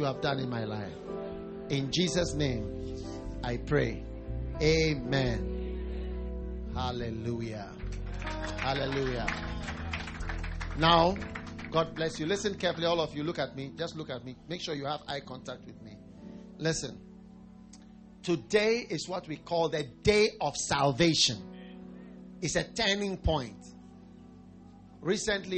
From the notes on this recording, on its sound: Preached at the First Love Church, Ashesi University